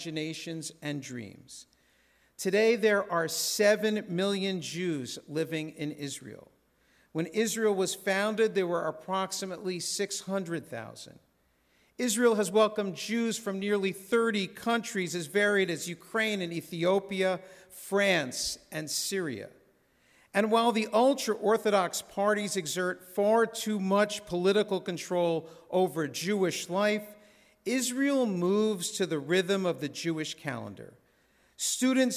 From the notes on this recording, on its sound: This sermon was recorded in a synagogue's sanctuary at Shabbat Services on Friday evening, April 28, 2023.